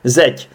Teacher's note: A v češtině je na konci slov neznělá souhláska a dě je znělá. Takže tě je potřeba tam vyslovit tě.